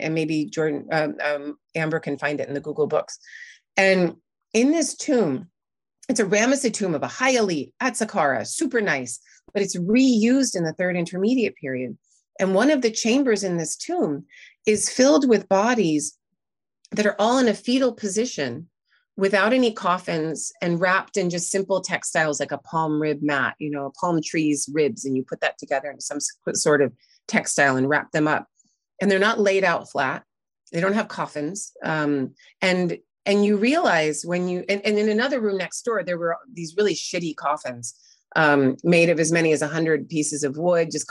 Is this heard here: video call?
yes